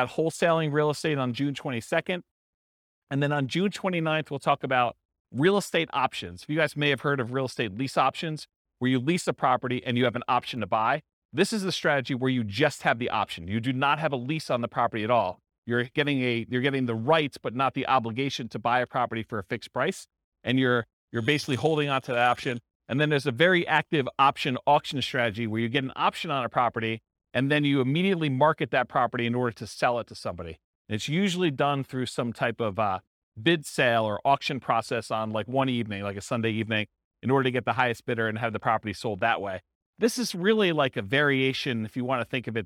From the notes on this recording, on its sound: This was a live class recorded